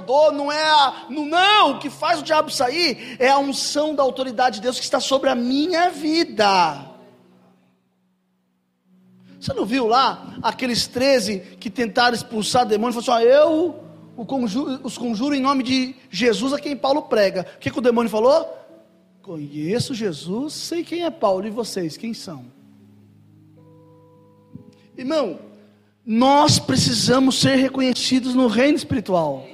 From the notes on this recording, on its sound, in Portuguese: Mensagem gravada em 12/02/2023 - Culto da Família.